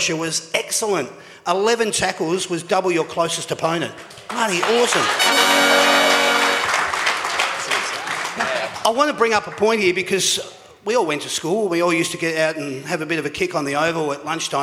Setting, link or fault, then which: setting, busy venue